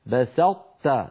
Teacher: بسطت نطبق على طاء ثم نفتح على تاء